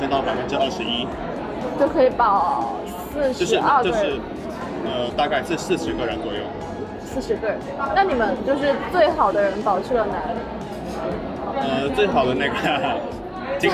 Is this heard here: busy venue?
yes